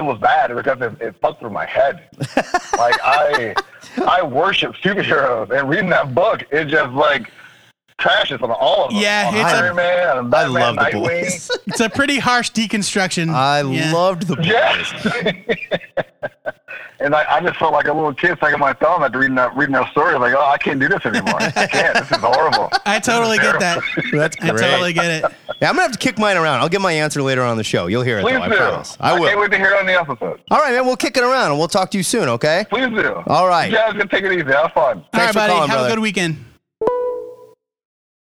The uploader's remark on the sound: The bi-weekly, comic book call-in show where YOU control the topics!